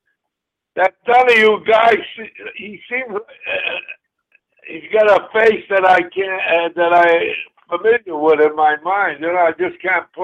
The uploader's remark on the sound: Hosting guest call ins and playing songs from the Sugar Shack Songbook.